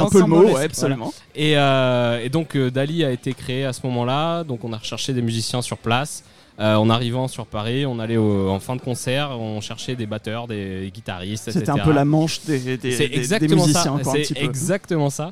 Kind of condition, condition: setting, busy venue